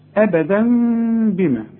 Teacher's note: هتقلب التنوين الى مين وتخفيه وتغنه · Term: اقلاب مع الاخفاء مع الغنه